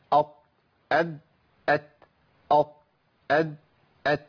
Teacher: طرف اللسان مع اصول الثنايا العليا